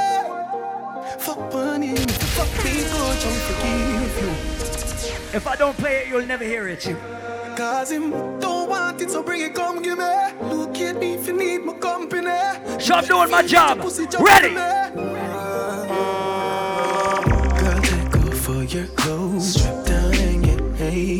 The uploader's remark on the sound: LIVE AT ISLAND SATURDAYS ON 11.30.19